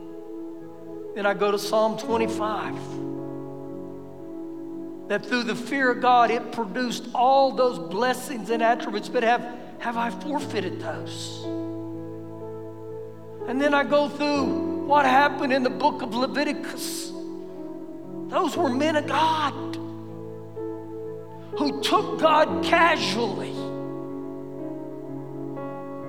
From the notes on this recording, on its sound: Recorded live during our Sunday morning service